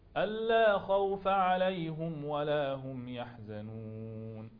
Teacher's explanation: يقرأ بفتح الفاء مع ضم الهاء في عليهم